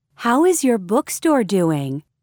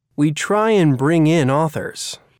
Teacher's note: Notice how some vowel sounds are linked with a W or Y sound.